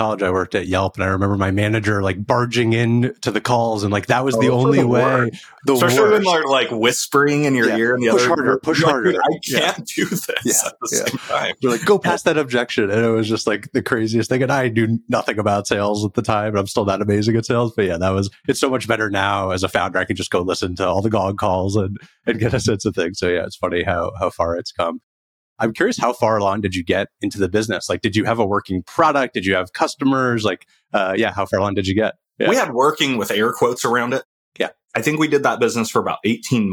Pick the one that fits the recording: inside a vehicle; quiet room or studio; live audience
quiet room or studio